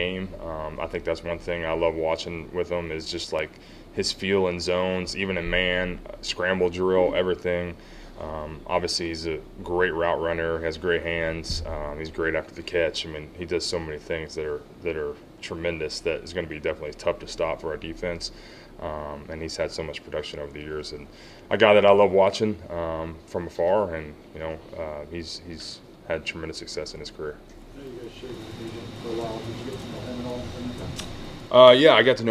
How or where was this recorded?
busy venue